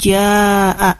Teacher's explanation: Kemudian jaa, jaa itu hukum tajwidnya adalah mad wajib muttasil, karena huruf mad bertemu dengan hamzah dalam satu kata, dibacanya 4-5 ketukan